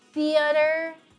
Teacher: My whole life, I have been saying theater with an extra R